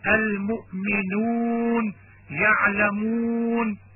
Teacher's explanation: يجب عدم قراءة الواو من الأنف أو عدم مصاحبتها بصوت الغنة، خاصة الواو المدية، وعلى الأخص الواقعة قبل أو بعد النون أو بين نونين، فقراءتها بغنة أسهل وهو أيضا من اللحن في التلاوة.